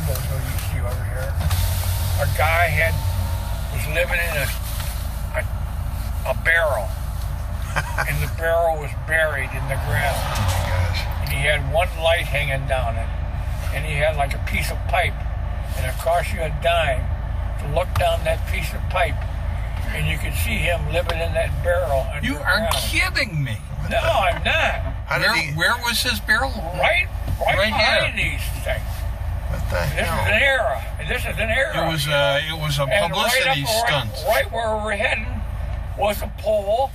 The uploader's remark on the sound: Catawba Island Driving Tour